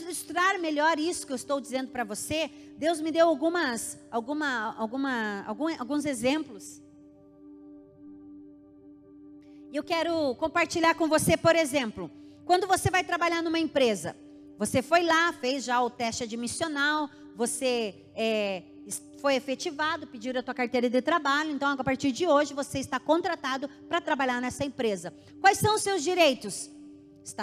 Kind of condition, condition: setting, large echoing room